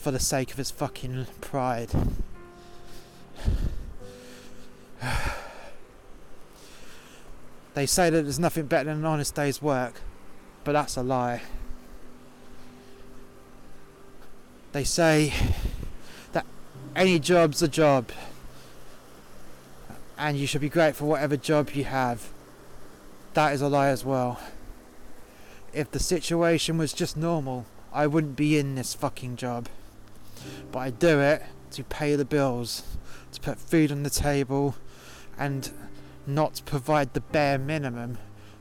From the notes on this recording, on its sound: This episode was recorded outside in sub zero temperatures (Celsius) for dramatic effect.